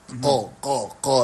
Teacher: عندما نأتي إلى المعنى الصوتي سوف نجد كما قلنا قبل ذلك إن القاف كما قلنا فيها معنى التعقد والتجمع، قا لأنها تتكون في بالتقاء أقصى اللسان بما فوقه من سقف الفم